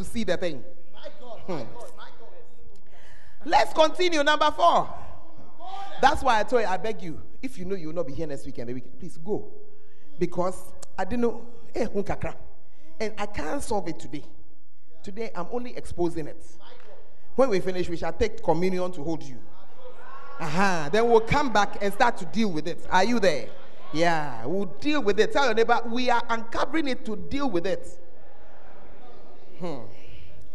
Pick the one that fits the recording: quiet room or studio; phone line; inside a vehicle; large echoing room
large echoing room